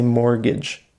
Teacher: but we don't say the T. We just say mortgage.